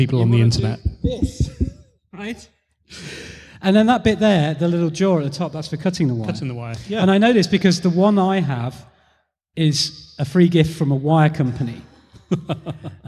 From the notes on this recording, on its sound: Bricolage: a makers podcast LIVE (emf2018). Interviewing interesting people LIVE on stage.